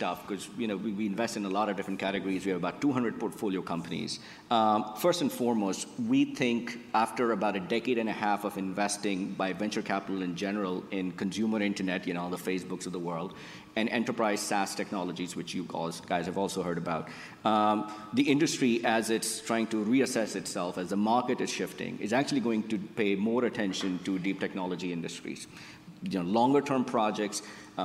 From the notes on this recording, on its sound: Recorded at an event held in May